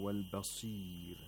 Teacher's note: The sod of basir is pronounced with the lowest level of tafkhim.